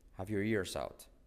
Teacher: Saltó la R de your.